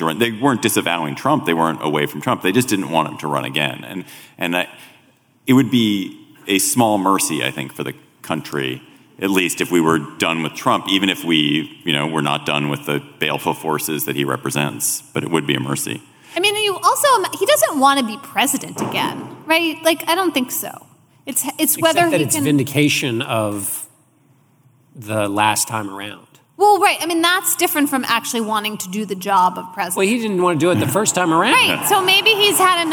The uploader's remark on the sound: Political Gabfest Live! Live at Sixth & I in Washington, DC.